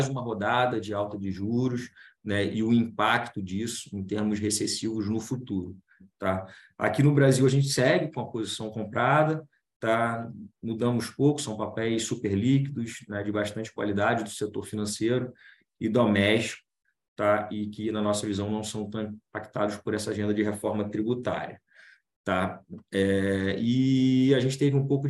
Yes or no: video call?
yes